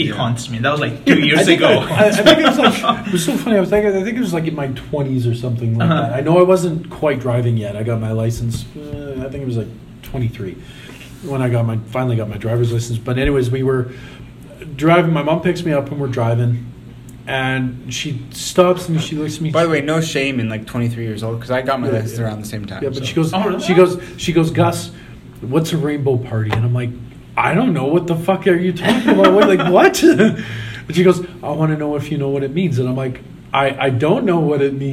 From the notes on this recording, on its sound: Recorded live in Lethbridge.